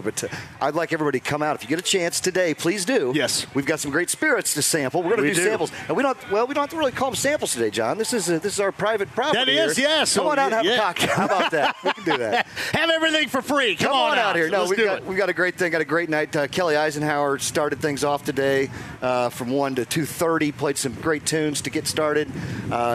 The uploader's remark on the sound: Full Show: Live From Mystic Waters Campground!